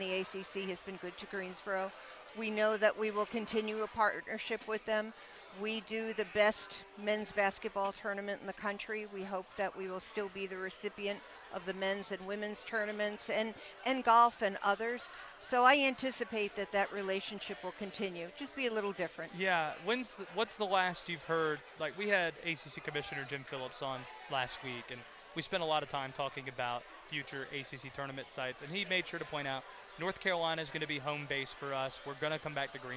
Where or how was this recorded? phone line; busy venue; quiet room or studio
busy venue